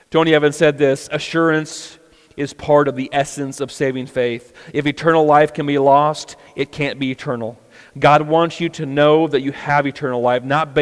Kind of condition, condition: setting, large echoing room